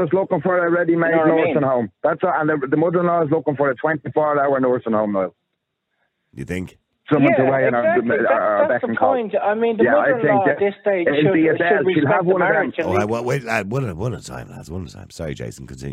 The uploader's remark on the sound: Opens up the phone lines. The callers present a wide range of perspectives on this complex issue.